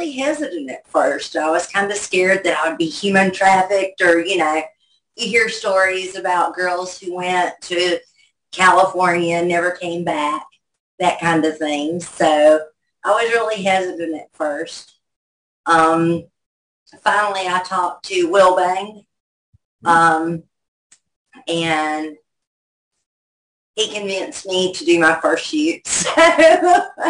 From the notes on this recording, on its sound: our 4/2/2023 Zoom Show